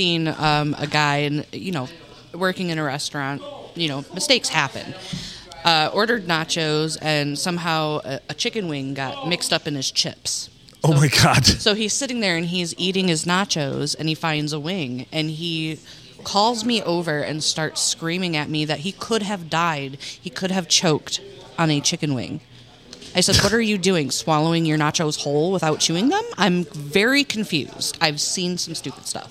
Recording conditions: busy venue